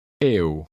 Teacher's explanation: To pronounce this letter combination, you put the sound A in front of U and let the sounds blend together.